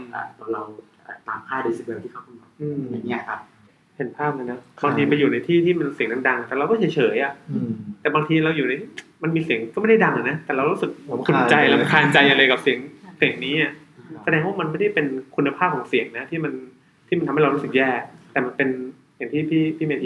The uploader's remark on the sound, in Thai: ด้วยความผิดพลาดบางประการในการบันทึก ทำให้คุณภาพเสียงในตอนนี้ขาดความชัดเจนไปพอสมควร จึงขออภัยมา ณ ที่นี้ครับ